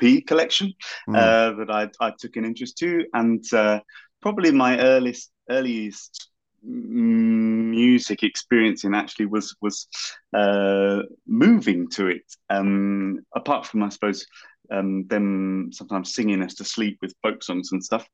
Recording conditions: video call